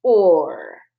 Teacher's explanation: The R is kind of bossing around our O. And you can't really hear the ah sound, and you kind of hear the O sound, but you really hear the R the most